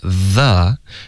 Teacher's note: 舌尖也是需要碰到上齿的 the OK 可是嗓子要跟着它震动 OK 它不是 the 而是 the OK 嘴巴的动作还是一模一样的那这里它的难度 · Term: th 的浊音